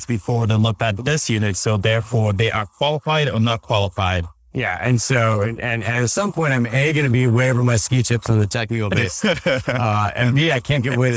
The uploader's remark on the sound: LIVE at Optech